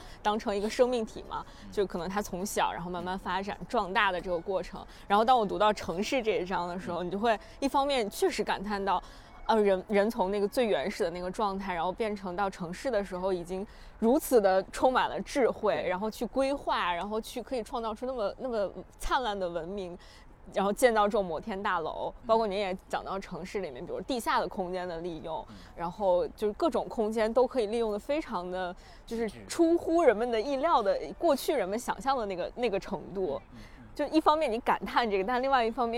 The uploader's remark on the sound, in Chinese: 在初春的北京。一起在城市公园，边走边聊。